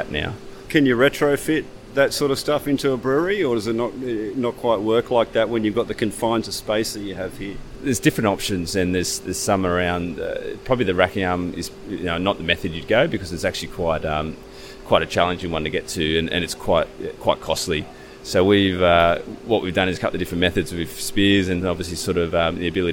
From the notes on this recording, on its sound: This interview was recording at Sydney's Malt Shovel Brewery. Thank you to the team for hosting us and some of our Sydney listeners.